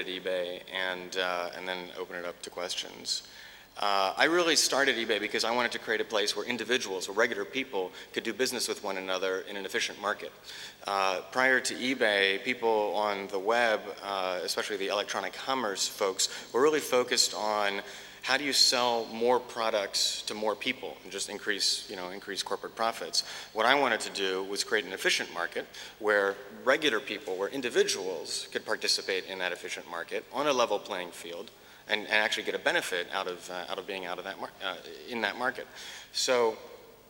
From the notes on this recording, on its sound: In this podcast, recorded at the 2000 International Achievement Summit in London, England. In his discussion with the Academy's student delegates.